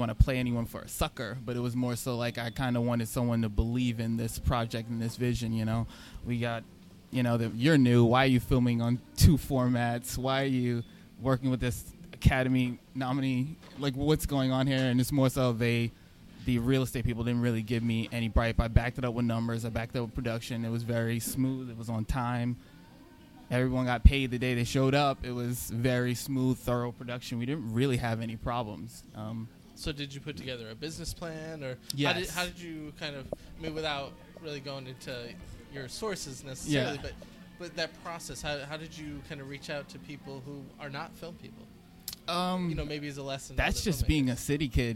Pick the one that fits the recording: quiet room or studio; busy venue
busy venue